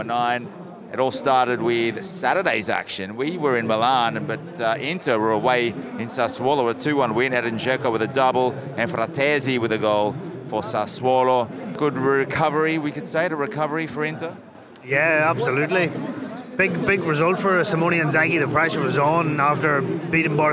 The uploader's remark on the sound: Live from the Artemio Franchi in Florence. Live from Fiorentina's Stadio Artemio Franchi. The ambience pre-match of the Fiorentina Lazio Serie A match on October 10th, 2022.